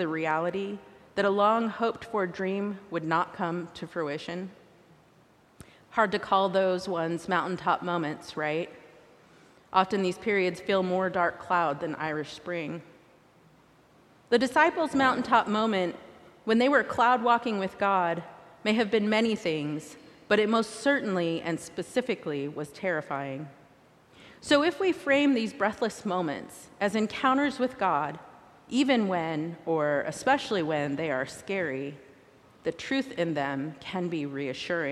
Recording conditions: large echoing room